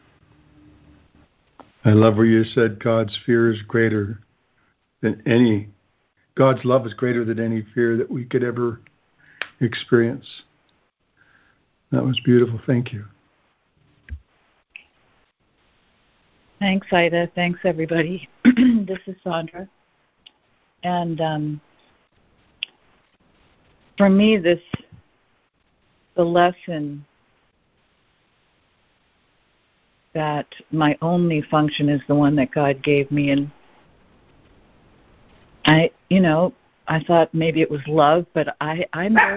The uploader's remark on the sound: ACIM Daily Conference Call